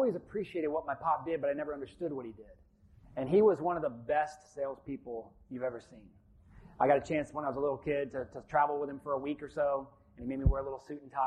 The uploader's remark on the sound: Live from the 2019 Florida Realtors Convention and Trade Expo. We were given permission by the Association to record the presentation and release as a podcast.